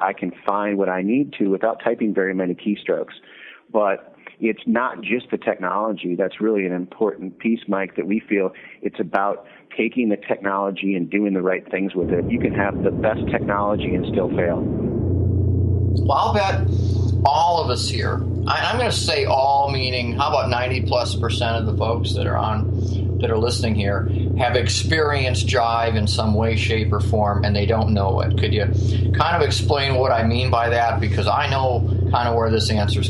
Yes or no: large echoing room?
no